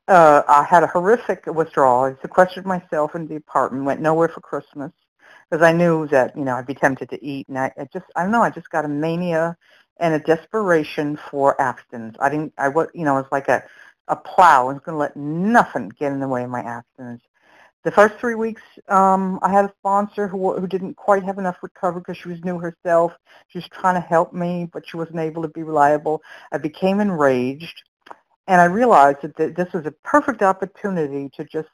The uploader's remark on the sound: from the 100 Pounders Phone Meeting, 11/29/22